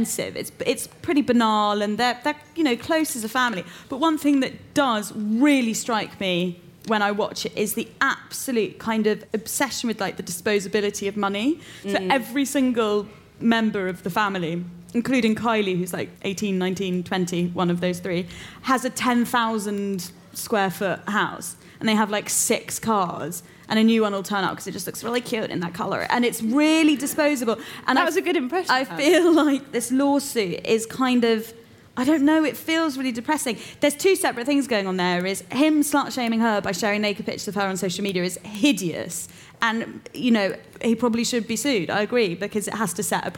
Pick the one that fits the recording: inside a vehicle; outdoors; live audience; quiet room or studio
live audience